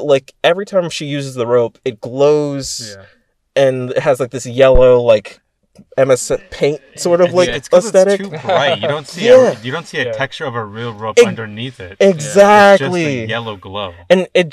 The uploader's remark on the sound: Brought to you from our car.